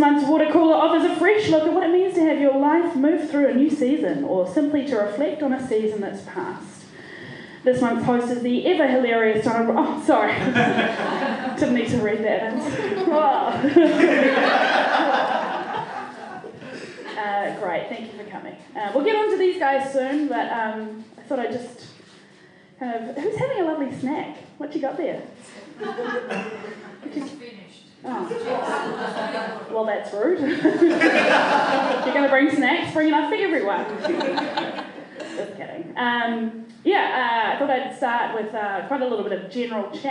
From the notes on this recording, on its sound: Recorded live at The Basement Theatre, 29 June 2017.